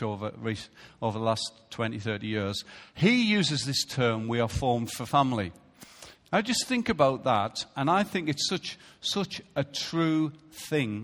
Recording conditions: large echoing room